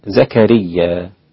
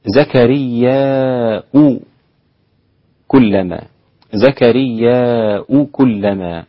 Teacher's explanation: والباقون بهمزة مضمومة بعد الألف · Shown in: second take · عدا شعبة فتمد الألف على المتصل.